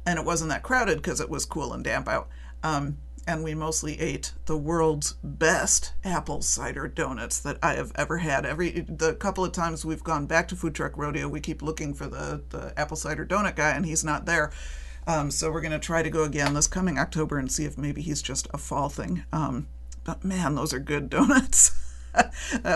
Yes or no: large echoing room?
no